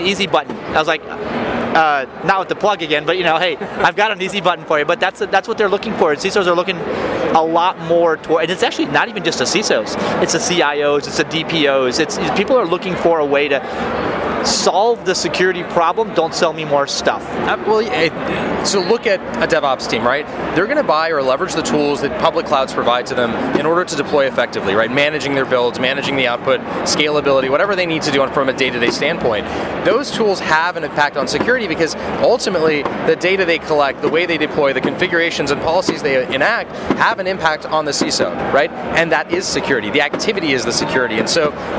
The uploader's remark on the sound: At day 2 of re:Invent 2018 I tracked down. At a developer/builder focused cloud conference.